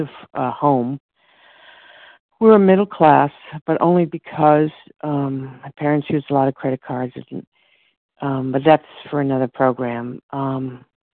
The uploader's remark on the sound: from the 100 Pounders Phone Meeting on 12/10/20